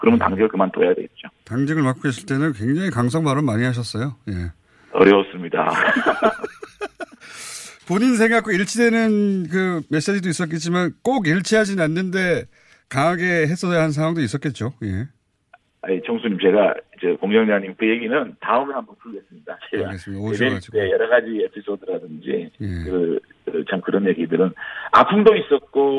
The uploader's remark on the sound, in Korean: 전화연결